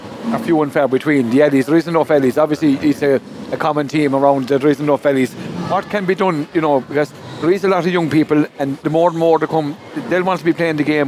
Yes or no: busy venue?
yes